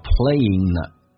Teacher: 以 ing 结尾可以把 g 去掉，用 n 跟后面的 a 形成连音，叫 playinga